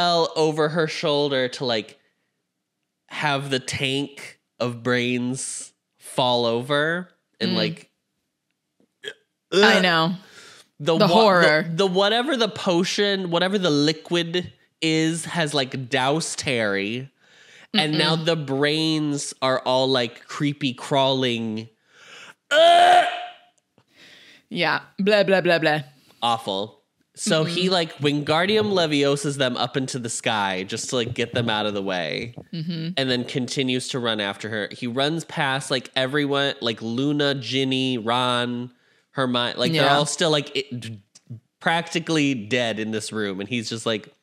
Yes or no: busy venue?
no